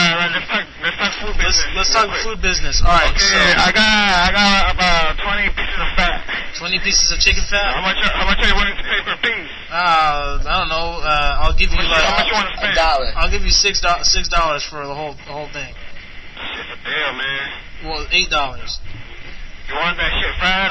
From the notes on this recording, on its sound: Personal Prank Phone Calls Collection